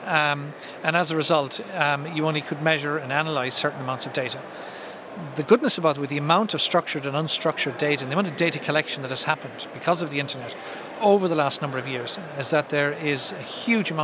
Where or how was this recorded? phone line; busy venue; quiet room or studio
busy venue